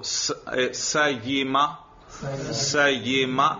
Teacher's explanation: देखो जुबान के दरमियान से या अदा होती है